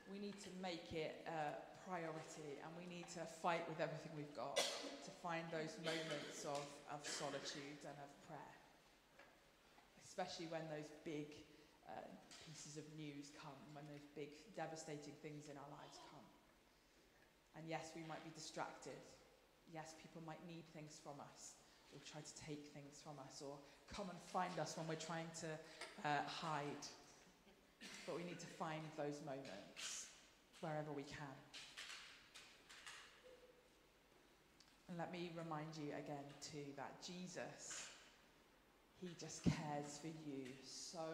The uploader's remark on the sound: Streamed live at St Paul's Shadwell